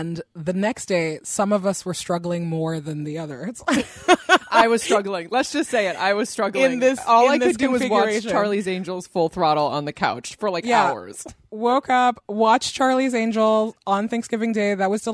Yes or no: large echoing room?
no